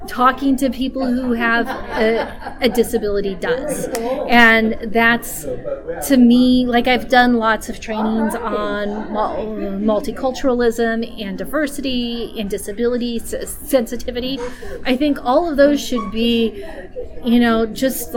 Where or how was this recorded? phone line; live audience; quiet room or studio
live audience